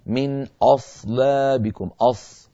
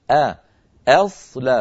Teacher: فننتقل من همزة مرققة إلى صاد مفخمة · Shown in: second take